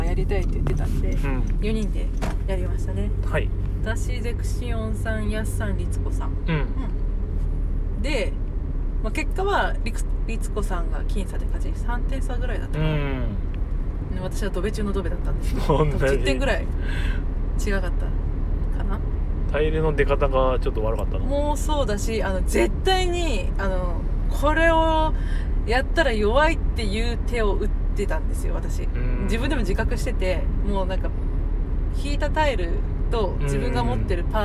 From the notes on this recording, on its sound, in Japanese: 2023年10月の群馬県館林たぬきゲーム会で遊んできた帰りの車内での収録